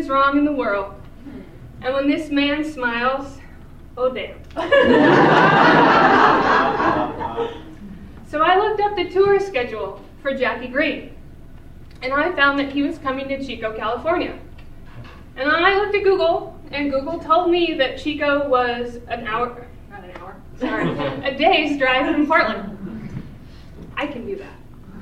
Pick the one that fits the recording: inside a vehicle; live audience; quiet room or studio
live audience